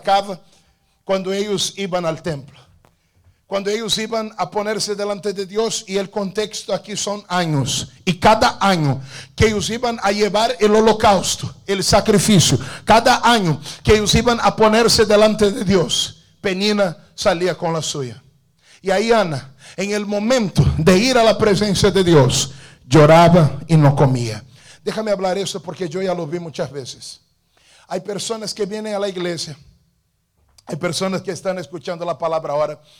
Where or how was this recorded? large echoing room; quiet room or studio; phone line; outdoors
large echoing room